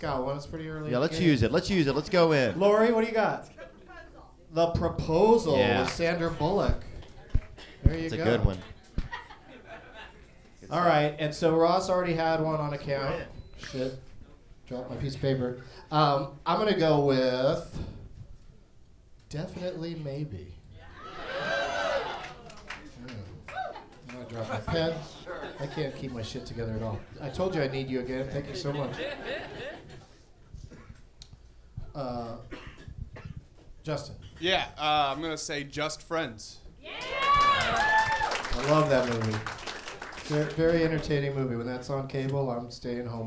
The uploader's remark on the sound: Live from the Punchline in Atlanta